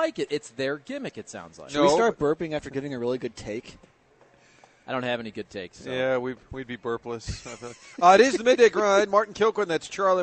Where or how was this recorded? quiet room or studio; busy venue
busy venue